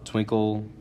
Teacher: The 2 types of syllables are obviously stressed and unstressed, with stress coming first and the second one is being unstressed. An example of this would be in the syllable twinkle, and sort of that pattern that we see all throughout the poem. · Term: trochee